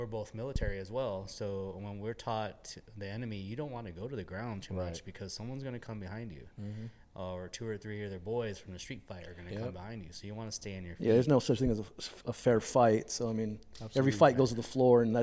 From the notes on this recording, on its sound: On this episode we step outside of the studio and take a trip over to the Arts District in Las Vegas to visit Vegas Kombat Fight Club.